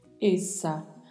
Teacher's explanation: Apesar de escrito com apenas uma letra S, o som permanece sendo de S. A gente está habituado no português a, tendo um S entre duas vogais, pronunciar com som de Z. No espanhol, não. Então, apesar de ter apenas um S, vamos pronunciar com a mesma pronúncia que usamos no português.